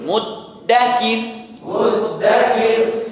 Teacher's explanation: Dari muddakir ya, dibaca dengan roh yang tipis.